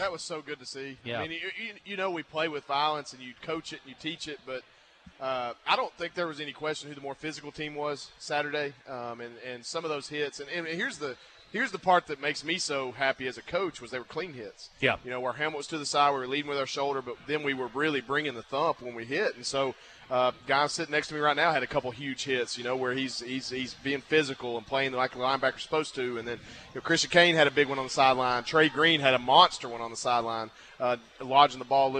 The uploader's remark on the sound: live from Walk-Ons Sports Bistreaux in Conway